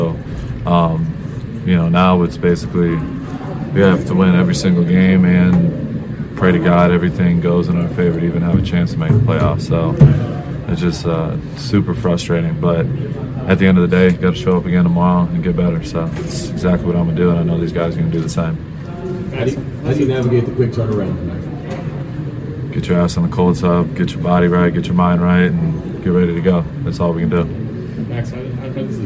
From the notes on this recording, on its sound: Inside the Postgame Locker Room. On the Las Vegas Raiders Insider. On the Fans First Sports Network.